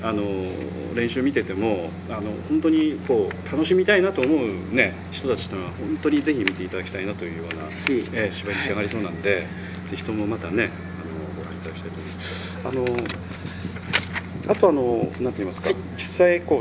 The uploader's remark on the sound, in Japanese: 録音場所は秋晴れの青空のもとです